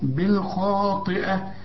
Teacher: الخاء مفخمة والطاء برضو لكن آخر درجات التفخيم لأنها مكسورة